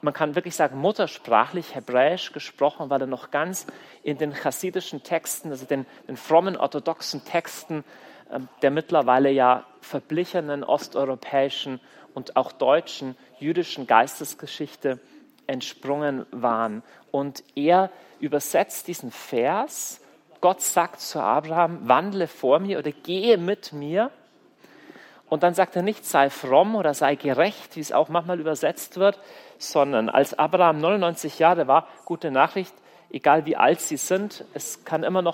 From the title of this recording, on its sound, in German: Kongress Aschaffenburg - Vortrag